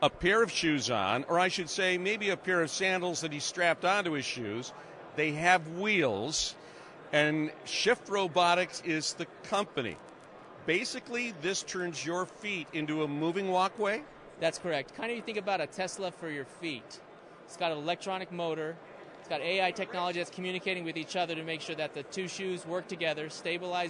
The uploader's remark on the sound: Live From CES in Las Vegas. Live from CES 2024 in Las Vegas. On the show floor.